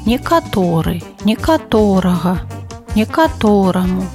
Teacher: Ва ўсіх формах націск будзе падаць на апошні галосны асновы